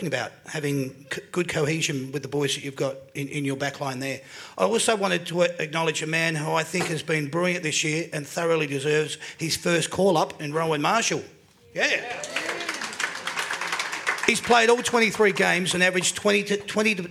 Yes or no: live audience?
yes